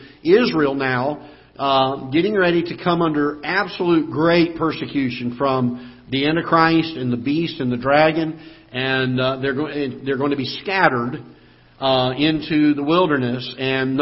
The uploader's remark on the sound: Ketha Heights Baptist Church ~ Live Broadcast